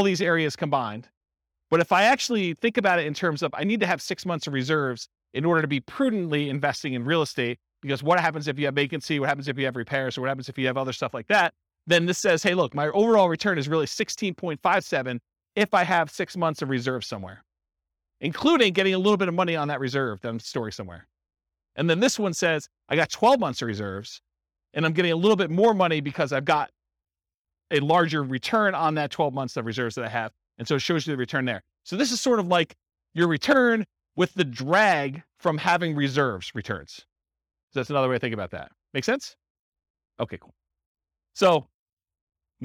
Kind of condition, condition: setting, live audience